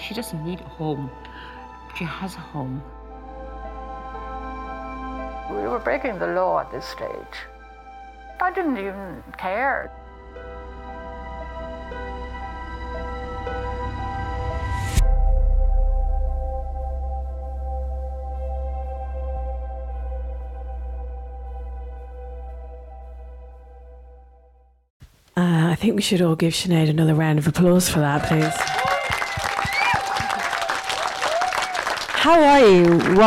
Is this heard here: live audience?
yes